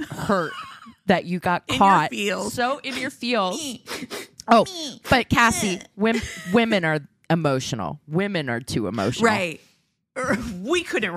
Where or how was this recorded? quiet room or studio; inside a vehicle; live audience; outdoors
quiet room or studio